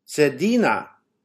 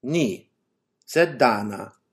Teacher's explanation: Practice the rising tone in the question and the falling one in the negative answer.